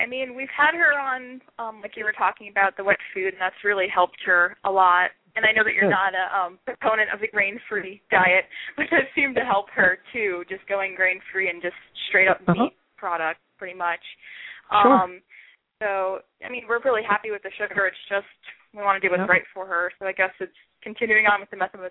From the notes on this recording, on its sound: takes live calls